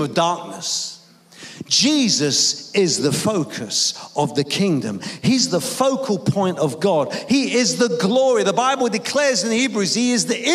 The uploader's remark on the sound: Preaching at a Church in Thailand.